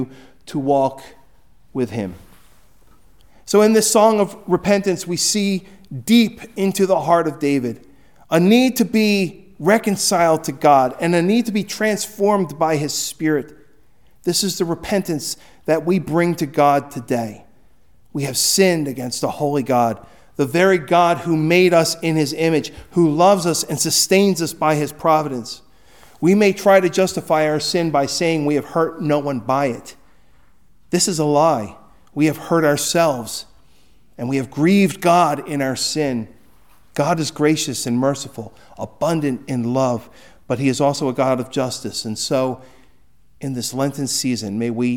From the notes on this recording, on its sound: Recorded at Hudson UMC on February 14, 2024